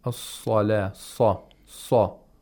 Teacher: We have only the sound of fatha and the raising of the root of the tongue. We don't really open the mouth vertically.